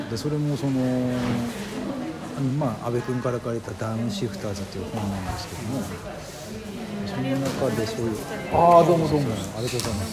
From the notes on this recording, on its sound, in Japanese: 旧長井小学校のカフェにて